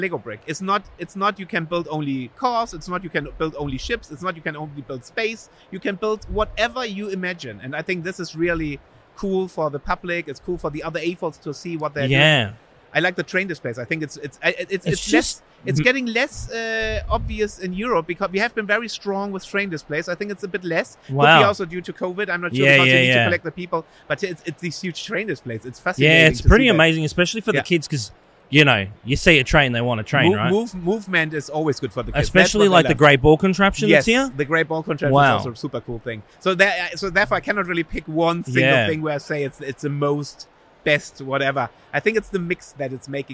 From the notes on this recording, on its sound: filming live on location at Brickvention 2023